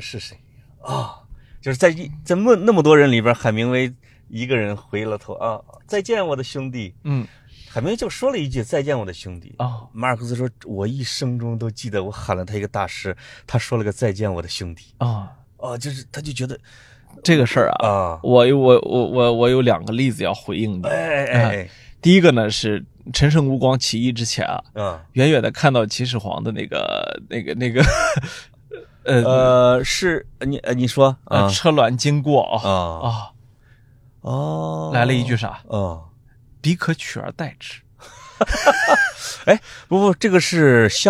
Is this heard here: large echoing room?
no